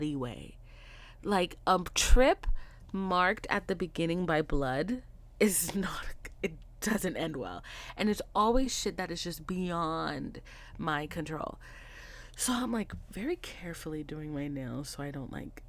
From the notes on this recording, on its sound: Side note this is not my normal recording set up so the sound is not as high as I'd like it to beeee.